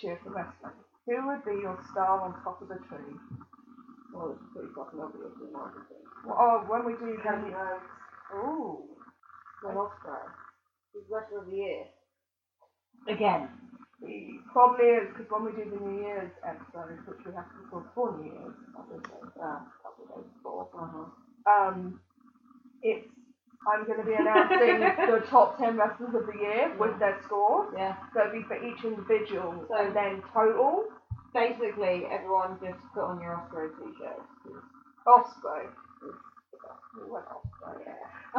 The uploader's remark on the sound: The One Where The Mic Broke. Audio Quality isn't the best because the mic broke.